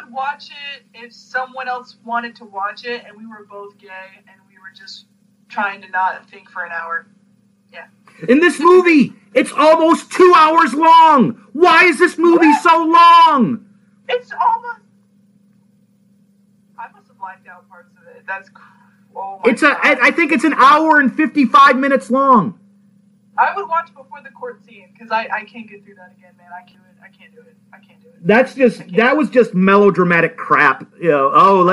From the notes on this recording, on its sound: the audio on this podcast is not the best, we had some technical difficulties doing this over Skype.